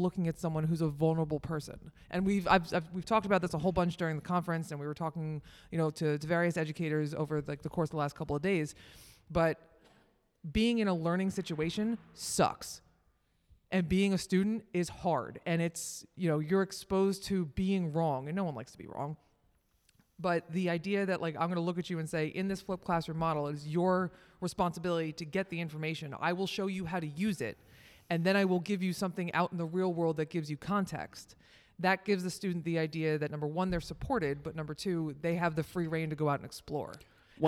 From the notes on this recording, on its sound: LIVE from Atlantic City! The gang went on the road to the National Conference on EMS to do a live-recorded episode. We get into it in front of a live audience!